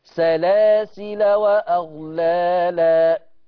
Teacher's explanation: عند الوصل أصلا الألف لا تنطق عند الجميع